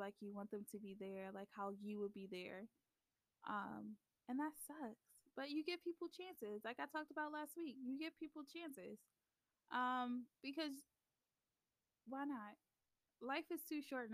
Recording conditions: uneven or low level